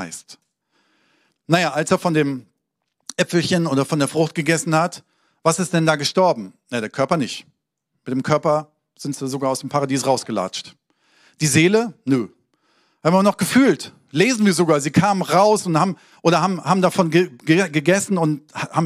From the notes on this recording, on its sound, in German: Sonntagspredigt aus dem Standort Bochum.